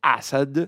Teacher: dove la S è una S sorda